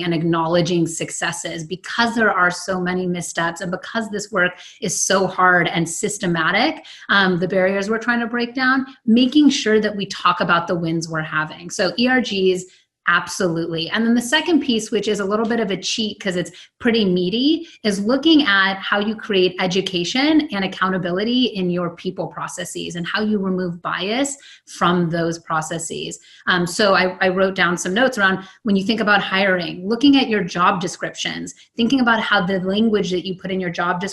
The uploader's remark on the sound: This episode was recorded from an online event